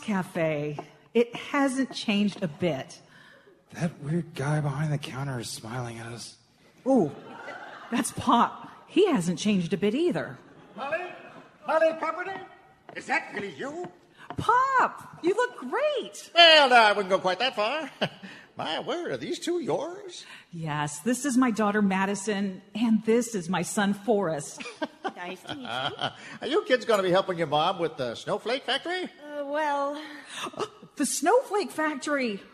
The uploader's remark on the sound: Seattle Radio Theatre , KIRO Radio , and Town Hall Seattle present a lighthearted parody of those holiday movies made by a certain greeting card company. This is a recording of a live performance.